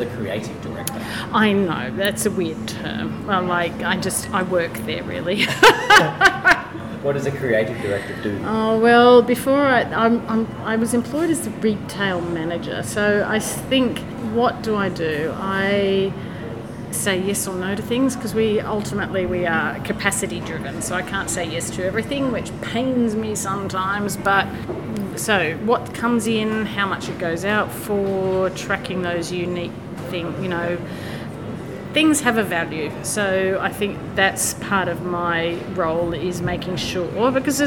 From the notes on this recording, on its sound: We recorded in the pub - surely the best way to spend an afternoon recording a podcast - so occasionally the sound quality dips.